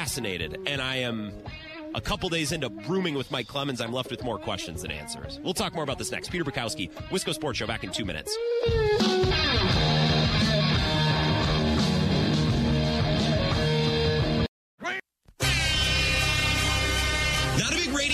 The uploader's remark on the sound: live at Radio Row